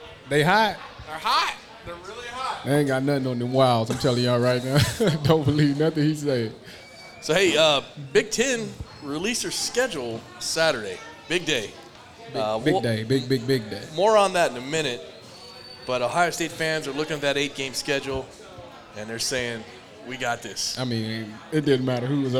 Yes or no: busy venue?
yes